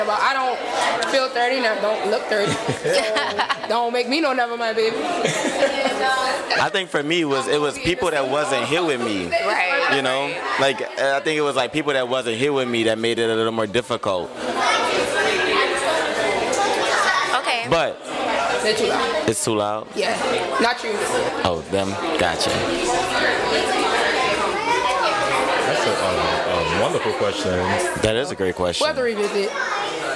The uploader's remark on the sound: We also kicked off the First Sunday Funday of the Year at Taste Lounge, so please bare with the increased background noise.